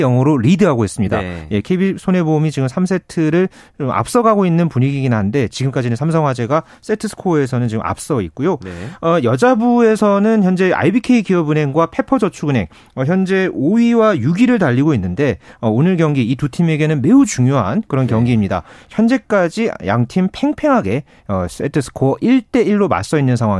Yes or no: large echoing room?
no